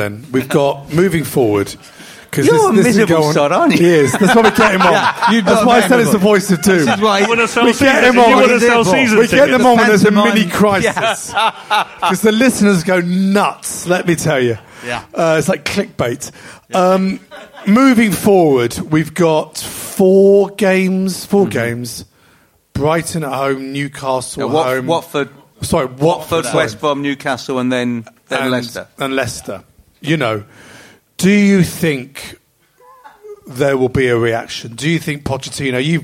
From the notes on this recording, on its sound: Live from London's West End at The Albany on Great Portland Street. VIP audience of Spurs Show Season Ticket holders. SpursShowLIVE.